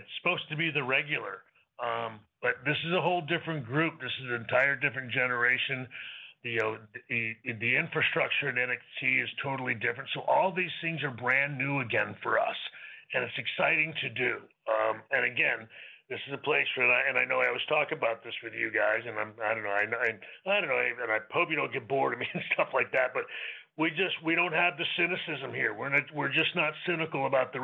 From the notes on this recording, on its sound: NXT Deadline Pre-Show Media Conference Call. Speaks to media ahead of the NXT Deadline show.